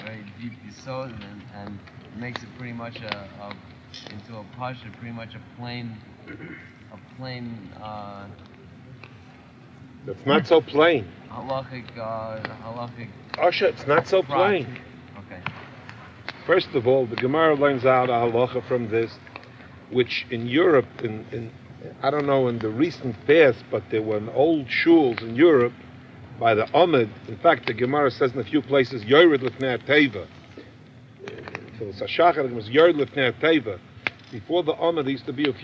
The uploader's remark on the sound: Campfire Q&A